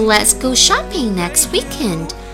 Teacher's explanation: Next 的 t 不要读出来